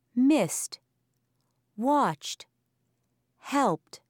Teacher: T, after unvoiced sounds. P, K, F, S, CH, SH, X.